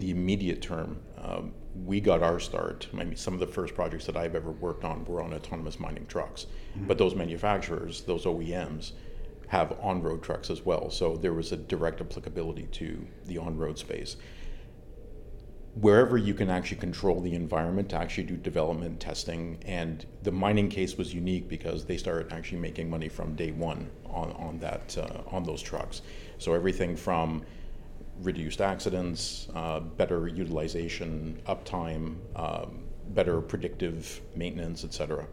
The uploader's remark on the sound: At the Trimble’s Insight Tech Conference.